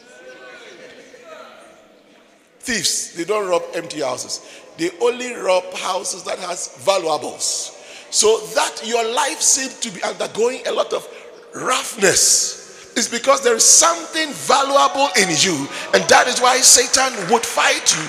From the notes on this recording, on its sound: Preached at the International Sunday Service, Windhoek Namibia.